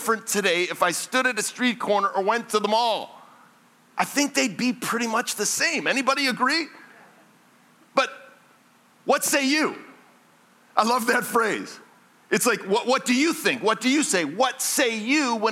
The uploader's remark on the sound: This message was originally preached at Highpoint Church on Sunday, December 3, 2023